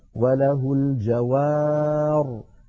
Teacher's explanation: فنقف عليها اضطرارا أو اختبارا وله الجوار، هكذا من غير ياء كما وصلنا